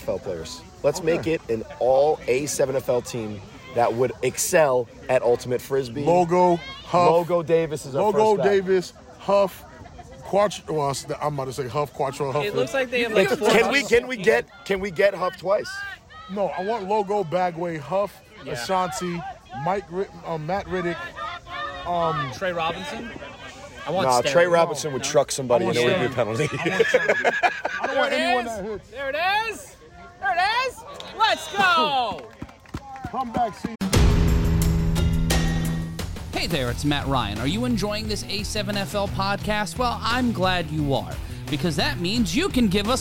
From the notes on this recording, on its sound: Live From Some Field. The boys pod from an Ultimate Frisbee championship somewhere in New Jersey.